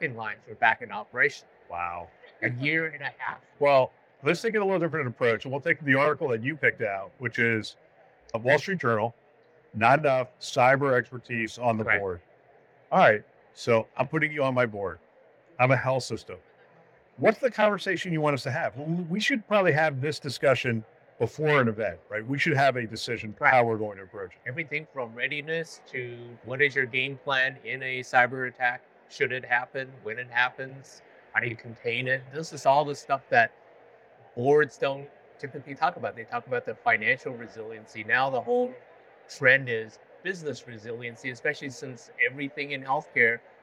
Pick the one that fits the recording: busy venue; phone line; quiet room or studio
busy venue